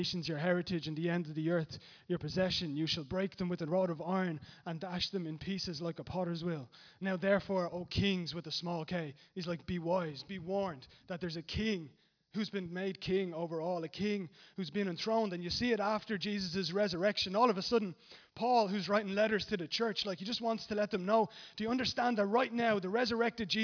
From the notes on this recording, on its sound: Recorded live at Liberty Church on 24th March 2019